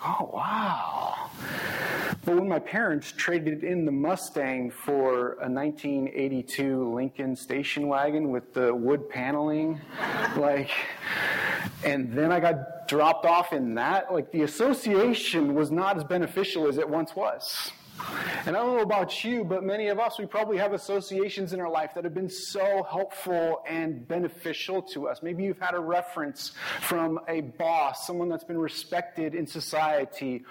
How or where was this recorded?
large echoing room